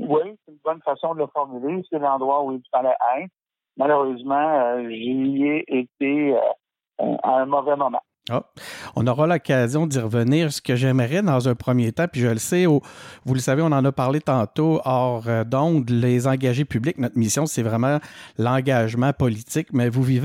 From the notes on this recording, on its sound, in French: reçoit au téléphone